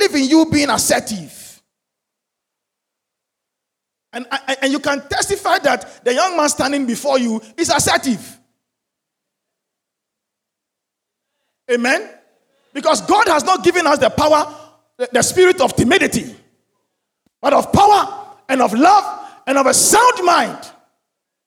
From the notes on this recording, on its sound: Sermon preached at CBC Shiashie Campus